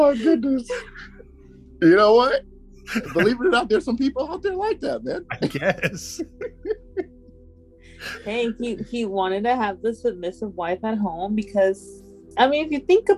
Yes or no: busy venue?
no